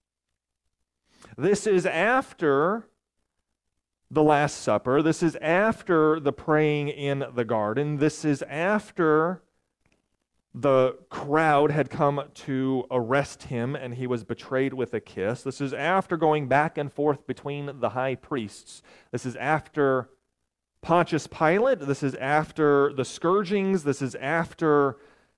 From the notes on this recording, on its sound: recorded on April 8, 2023, at Ringgold Seventh-day Adventist Church.